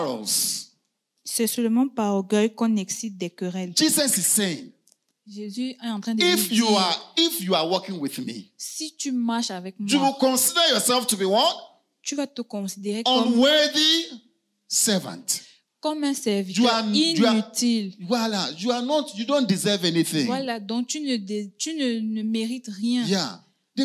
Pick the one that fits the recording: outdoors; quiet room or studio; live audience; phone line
live audience